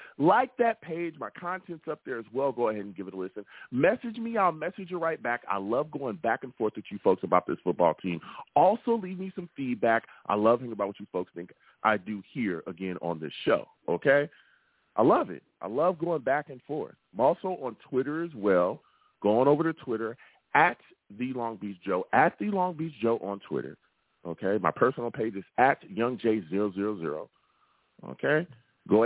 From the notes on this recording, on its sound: I take live callers!